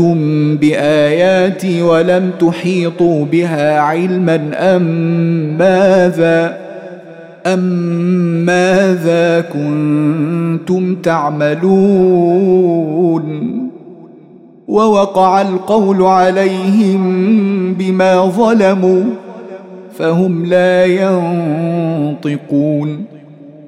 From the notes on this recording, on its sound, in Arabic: مسجل من صلاة التراويح بمسجد السلام بحي مشرفة بجدة.